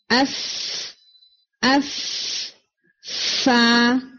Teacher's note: فا کا جو مخرج ہے وہ ہے اوپر کے دو دانت اور نیچے والے لپ کا تھوڑا ویٹ ایریا